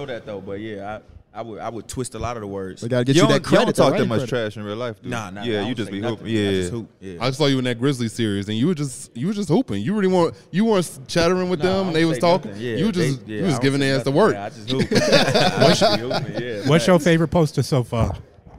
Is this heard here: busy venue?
yes